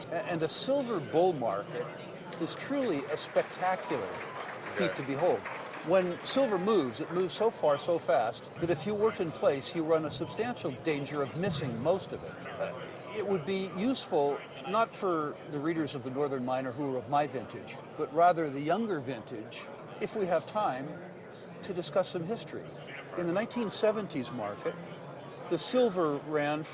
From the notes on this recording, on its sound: This week's podcast features interviews from the Vancouver Resource Investment Conference